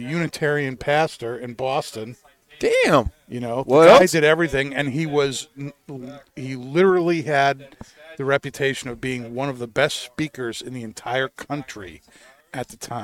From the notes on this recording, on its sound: Recorded live from the 7-20-4 Lounge!